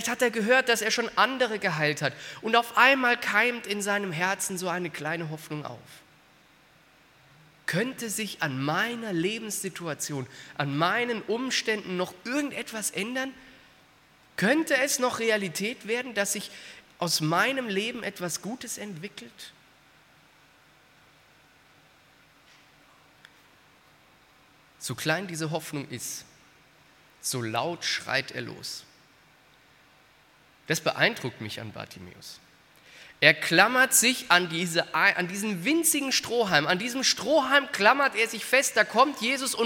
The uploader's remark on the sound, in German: Aus dem Gottesdienst der Liebenzeller Mission.